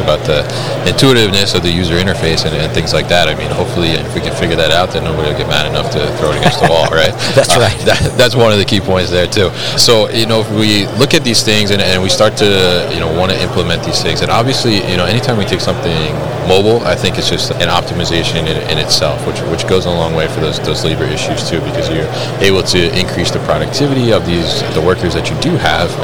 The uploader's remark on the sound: live at ProMat 2023